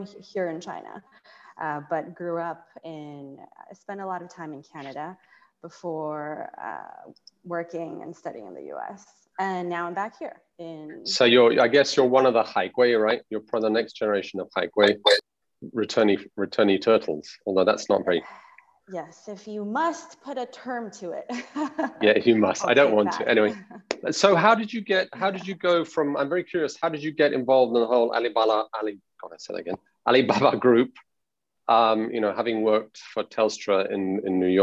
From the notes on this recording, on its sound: recorded on Zoom